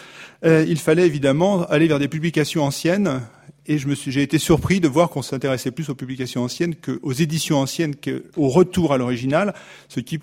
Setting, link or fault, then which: setting, live audience